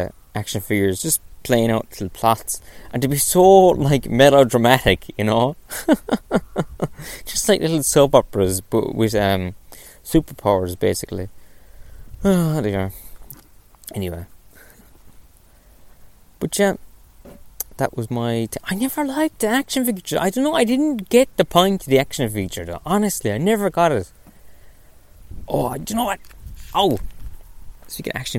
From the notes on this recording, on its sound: On today's episode I go for a little walk. Then I go indoors.